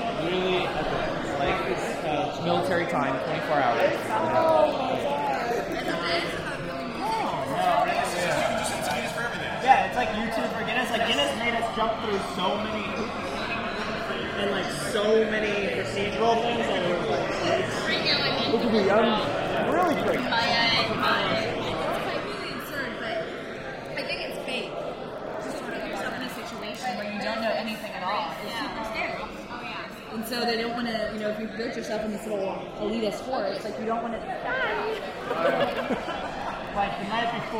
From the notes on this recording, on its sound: Soundwalk at the 99 Percent Conference Cocktail Party. Take a soundwalk through the creative conversations after day one of the 99 Percent conference in NYC.